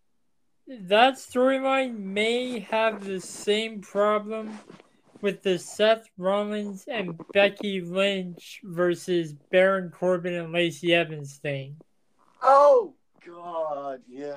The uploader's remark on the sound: I apologize for the audio quality